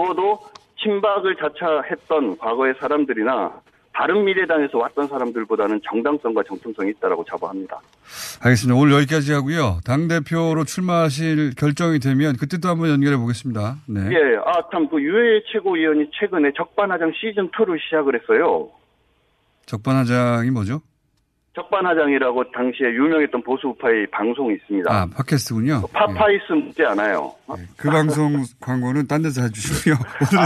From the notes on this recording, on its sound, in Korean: 전화연결.